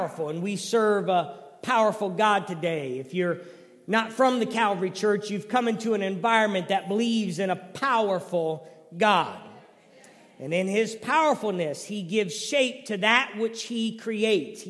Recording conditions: large echoing room